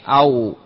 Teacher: من بين الشفتين ثلاثة حروف، وهي الواو، ويكون بانفتاح الشفتين